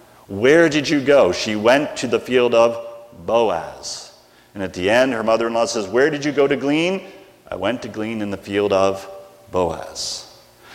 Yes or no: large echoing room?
yes